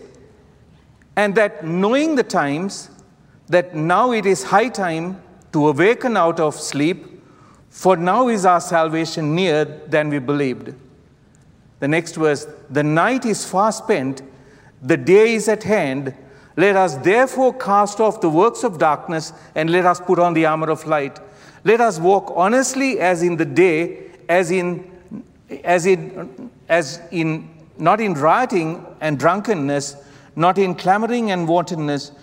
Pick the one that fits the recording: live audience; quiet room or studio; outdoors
live audience